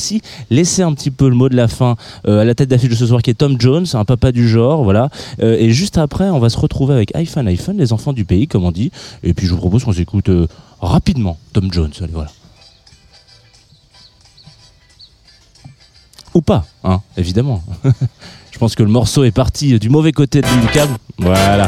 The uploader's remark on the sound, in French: en direct pour la première fois du Nice Jazz Festival pour un Jazz The Two Of Us sur la Place Masséna, à deux pas de la Promenade des Anglais